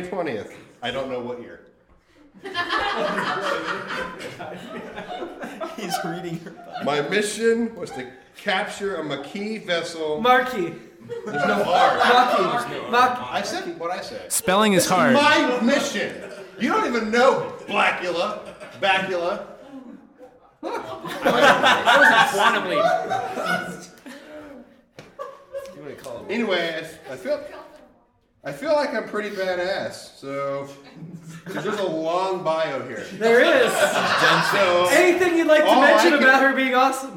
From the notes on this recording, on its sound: Originally Recorded Live at Packrat Comics, it is now performed at MadLabs Columbus the second Saturday of every month! Packrat Comics is a fun family friendly comic shop located in the heart of Old Hilliard.